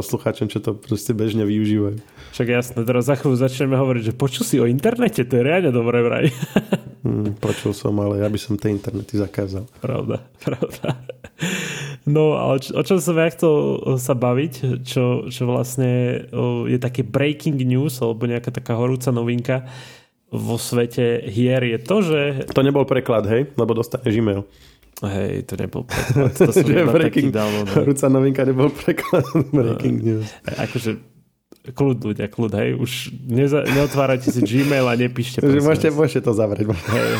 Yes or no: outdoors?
no